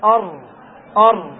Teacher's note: فالتكرير الصحيح ارتعادة واحدة، وهذه الارتعادة تكون خفيفة. أر أر، تسمع أنها تكرر مرة واحدة، أر، لأنه ما يجوز أن تكرر الراء أكثر من مرة واحدة.